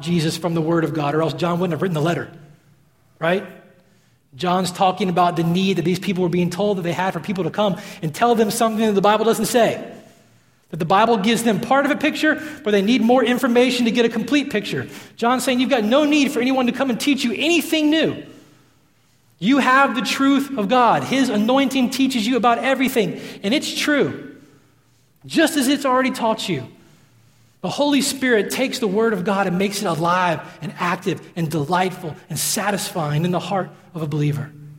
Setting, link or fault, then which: setting, large echoing room